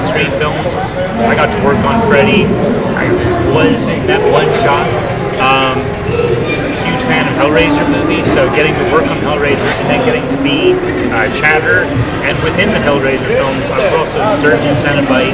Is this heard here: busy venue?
yes